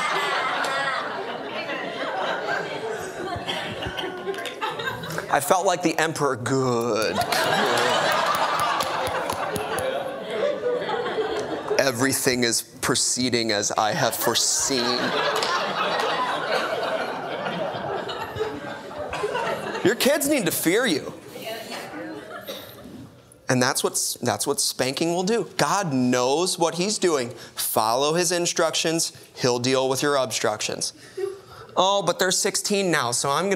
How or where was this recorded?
large echoing room